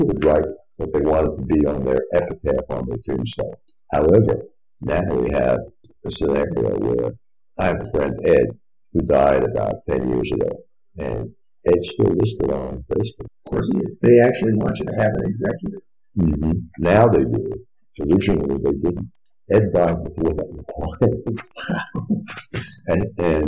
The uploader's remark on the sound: Open Forum in The Villages. A great listen, unfortunately with much lower sound quality.